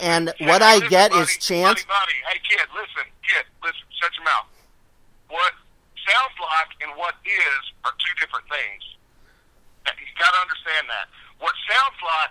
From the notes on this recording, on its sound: He asked to call me on the phone. I said sure, but we would have to record it.